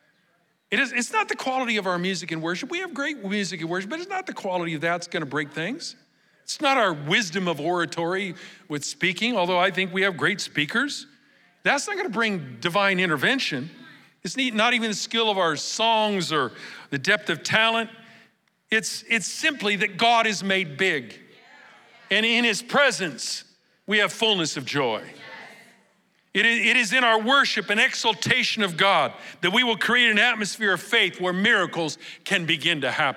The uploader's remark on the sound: Recorded live at Capital Church in Meridian, Idaho on October 1, 2023